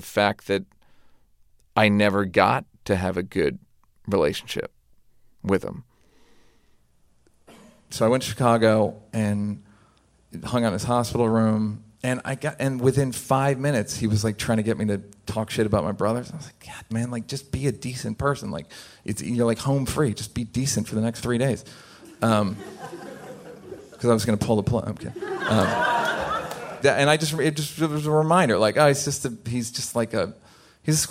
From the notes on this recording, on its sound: Performed live at Snap LIVE! In Oakland's Paramount Theater.